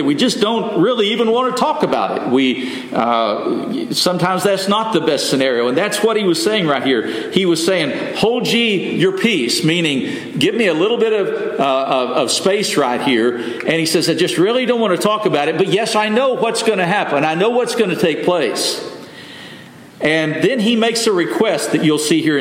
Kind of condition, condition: setting, large echoing room